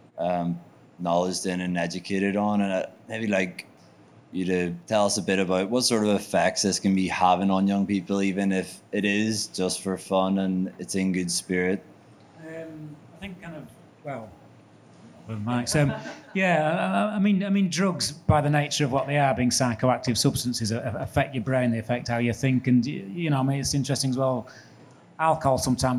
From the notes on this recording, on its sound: Panel talk on mental health in the music industry recorded to a live audience at Sheaf Street in Leeds.